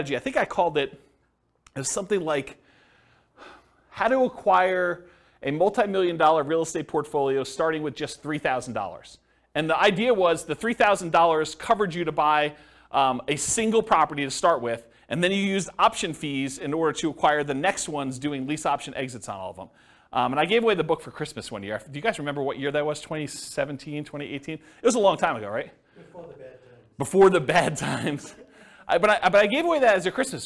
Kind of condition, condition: setting, live audience